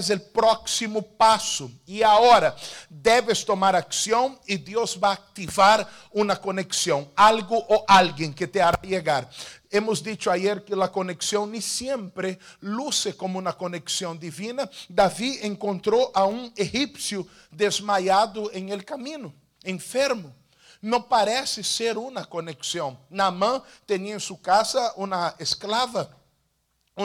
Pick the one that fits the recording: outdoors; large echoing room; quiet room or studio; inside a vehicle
large echoing room